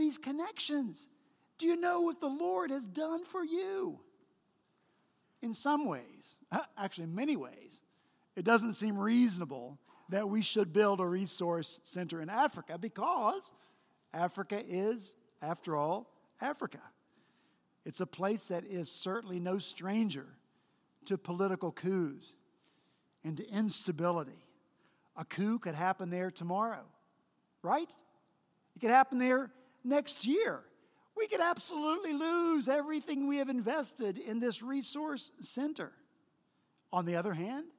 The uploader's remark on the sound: This past Sunday, February 25 at Redeemer Presbyterian Church in Charleston, SC